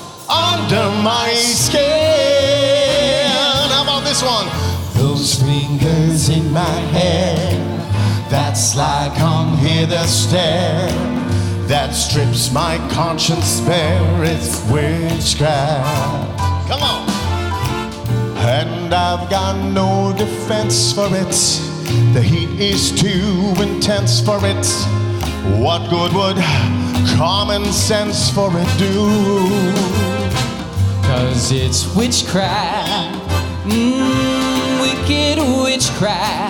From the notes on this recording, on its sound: Live at the SouthPoint Casino